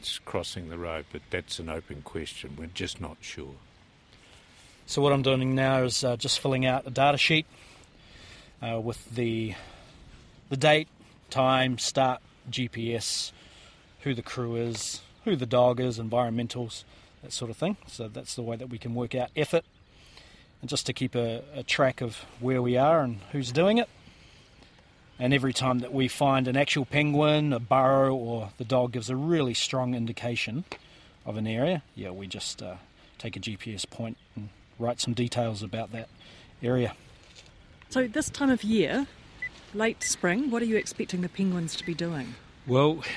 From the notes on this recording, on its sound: on a little penguin search in Wellington